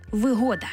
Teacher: це вигода з упевненим наголосом на другий склад